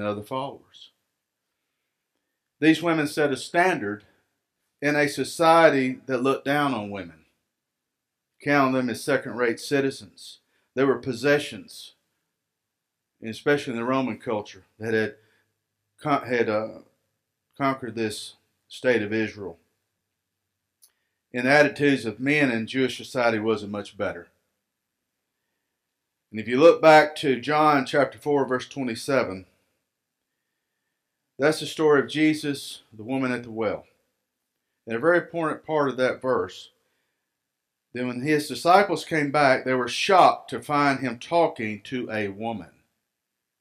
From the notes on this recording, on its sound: Recorded live at Freedom Fellowship Church in Tontitown, Arkansas on Sunday, March 21, 2021.